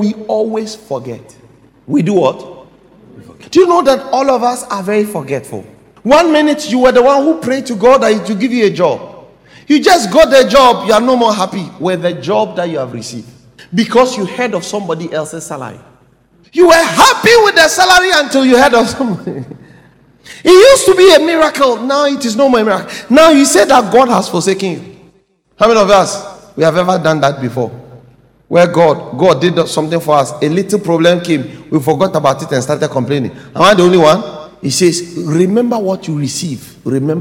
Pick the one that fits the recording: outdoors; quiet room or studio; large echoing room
large echoing room